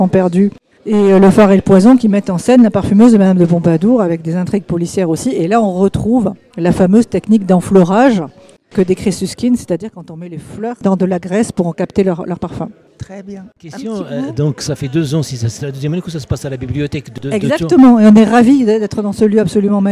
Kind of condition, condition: setting, busy venue